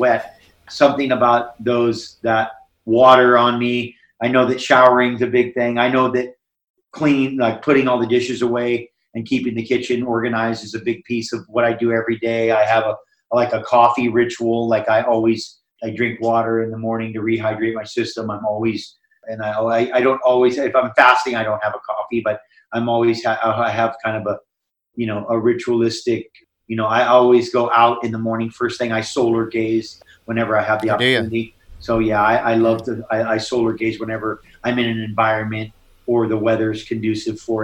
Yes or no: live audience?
no